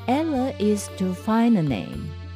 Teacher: ファインの「ん」と次の「あ」がつながりますね